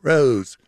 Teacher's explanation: in the South, it's more like rose, fronted